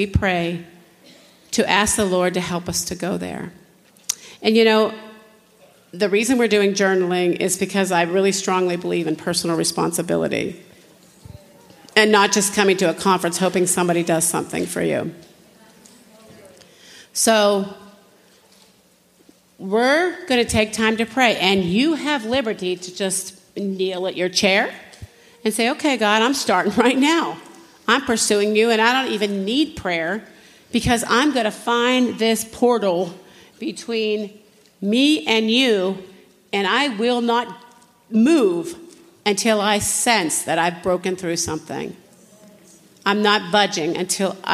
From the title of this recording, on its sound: General Session, Flourish 2023